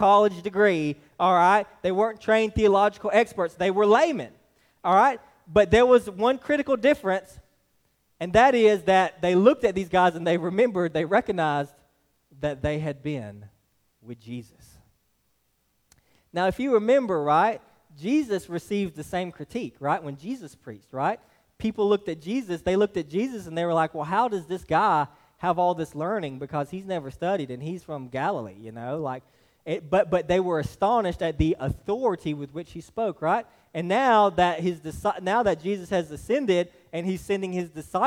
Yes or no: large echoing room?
yes